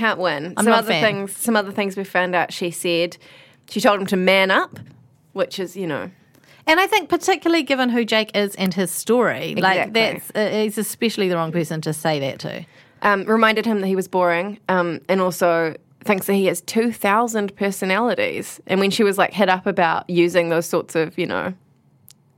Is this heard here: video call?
no